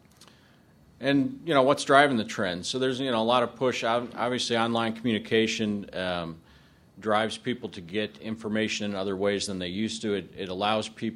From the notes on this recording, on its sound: This podcast is an excerpt from a presentation. At a session titled Adjusting MRFs to Changing Streams during the 2010 Paper Recycling Conference & Trade Show in June.